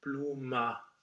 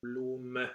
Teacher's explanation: We want something more with an e in it that's short and unstressed. · Shown in: second take · Term: schwa · IPA: [ə]